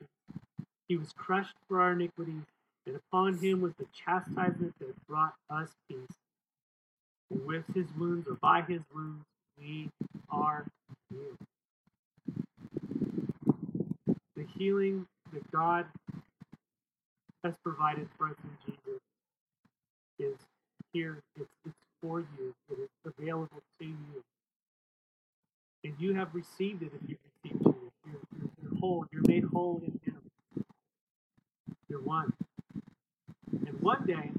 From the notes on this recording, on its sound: This message was recorded outdoors, so expect some wind noise.